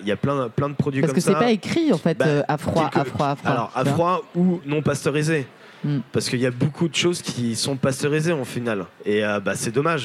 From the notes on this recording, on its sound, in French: Débat enregistré en public à la REcyclerie.